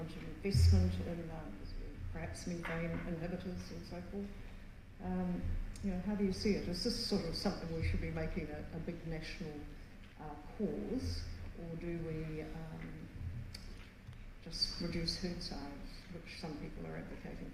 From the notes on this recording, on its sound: 2023 Red Meat Sector Conference Panel discussion. In this panel discussion from the 2023 Red Meat Sector Conference.